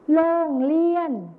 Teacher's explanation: ในภาษาถิ่นอีสานจะออกรอเรือไปเป็นรอลิงนั่นเองนะครับ